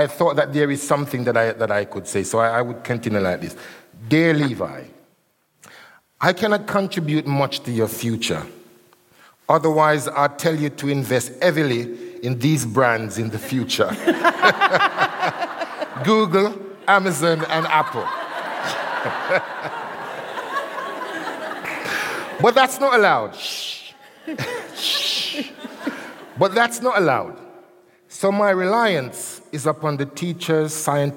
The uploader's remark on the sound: This episode was recorded in front of a live audience in Bristol for the second date on our live tour of Conversations of Inspiration.